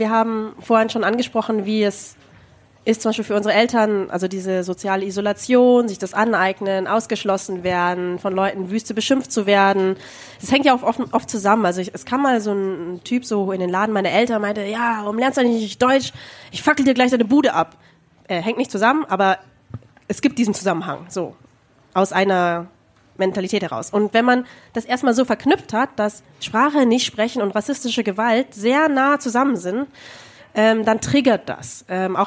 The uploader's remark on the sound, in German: Wir haben das erste Mal vor Publikum eine Folge aufgenommen, und zwar auf dem Musikfestival "PULS Open Air", in der Nähe unserer alten Heimatstadt München.